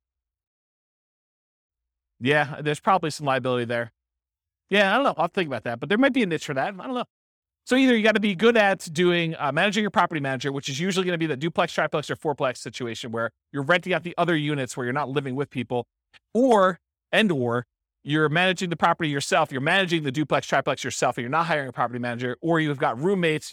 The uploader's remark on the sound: This was a live class recorded